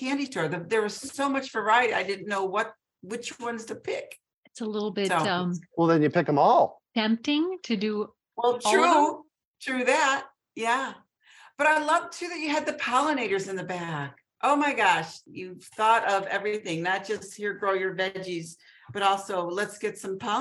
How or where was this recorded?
video call